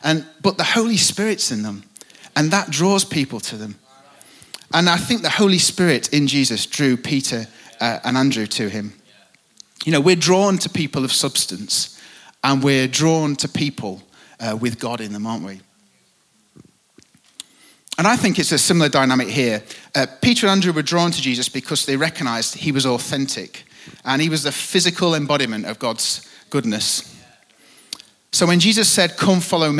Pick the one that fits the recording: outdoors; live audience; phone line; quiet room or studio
live audience